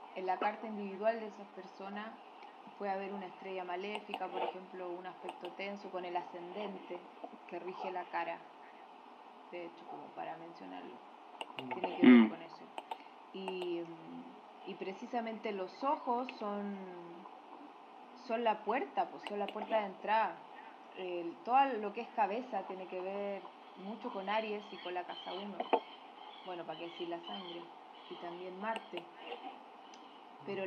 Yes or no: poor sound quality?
yes